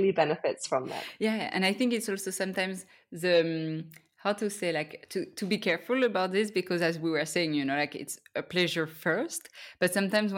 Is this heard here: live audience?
no